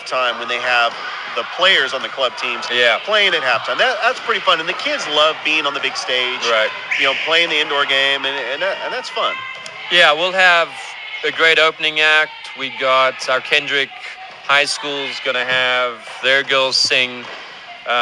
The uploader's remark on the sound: Live Show on location at Girls Inc in Columbus, GA.